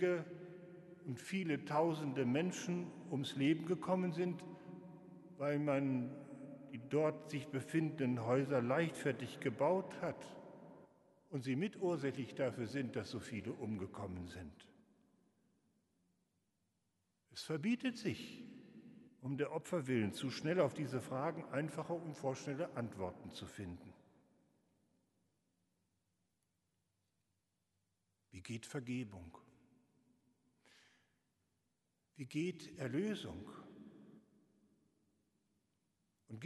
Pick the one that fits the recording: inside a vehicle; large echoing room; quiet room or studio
large echoing room